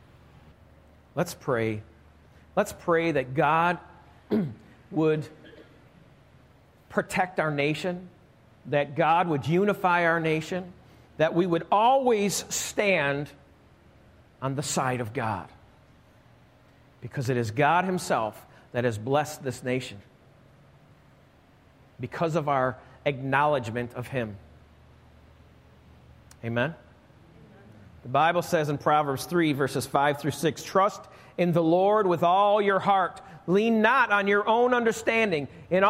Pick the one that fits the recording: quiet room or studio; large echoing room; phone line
large echoing room